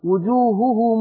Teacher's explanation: خلي بالك من القاعدة دي أي ميم جمع يعني ميم تدل على جماعة وراها حرف الهمزة اعملي له واو ومدي الواو دي ستة